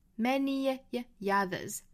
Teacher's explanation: many others 和后面的 others 在做连读呢，需要加一个小小的 ye 这个半元音